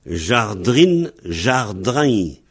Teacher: le in se prononce ain, jardrine devient jardrain.